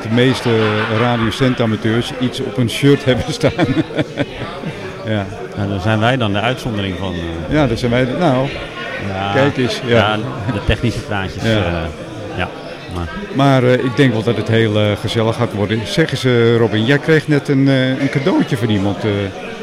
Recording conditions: busy venue